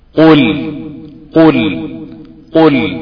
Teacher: القاف في أوسط مراتب التفخيم